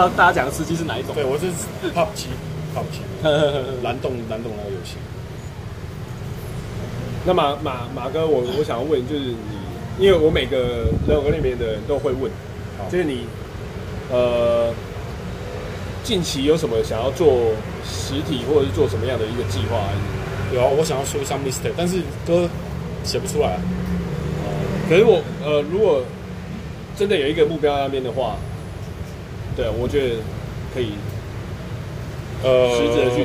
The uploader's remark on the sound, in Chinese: 錄音地點：台南 牽咖啡